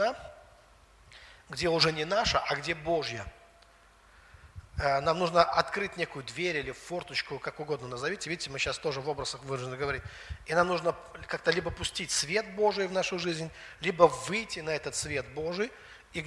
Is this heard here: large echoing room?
yes